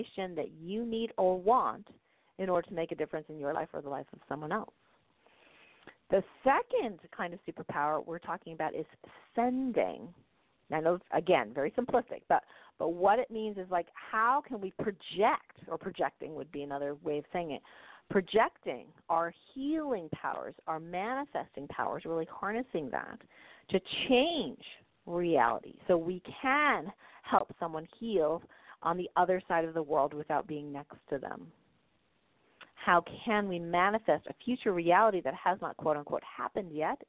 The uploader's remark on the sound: During this show I will be taking live callers and doing mini-readings.